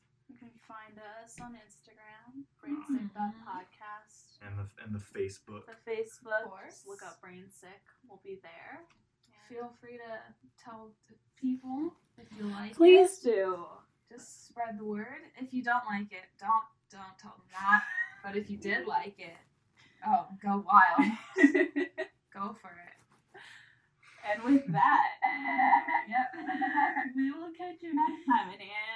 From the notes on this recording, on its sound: Note: Apologies for the low audio quality, we are still figuring things out!